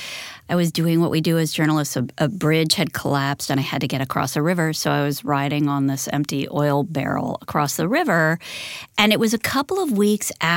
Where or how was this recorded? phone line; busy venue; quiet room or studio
quiet room or studio